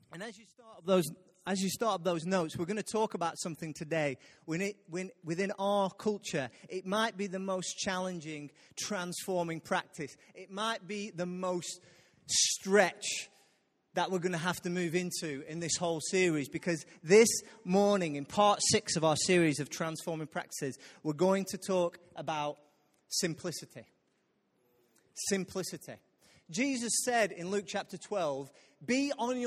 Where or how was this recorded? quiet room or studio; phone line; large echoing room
large echoing room